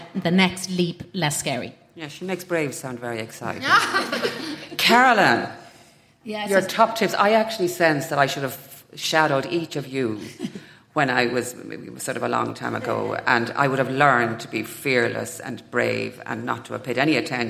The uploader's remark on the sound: Recording an episode in front of a live audience in the salubrious surroundings of the headquarters of their sponsor Eir in Dublin 8.